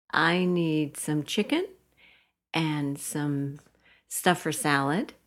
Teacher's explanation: If you have one thing followed by another thing, followed by another thing, whether it's a grocery list or a list of things that you did, we often use this upward intonation to show that my list isn't finished yet. I'm still conversing.